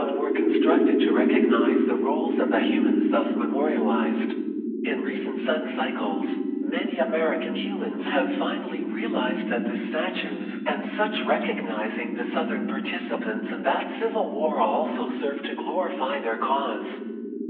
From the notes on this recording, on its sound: the quality of the transmissions are still being intentionally distorted